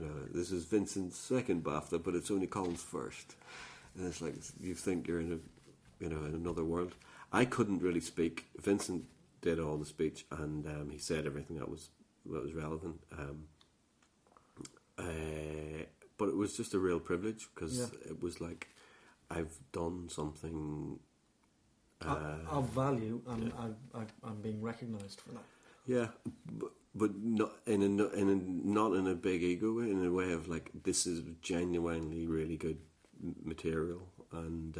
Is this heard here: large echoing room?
no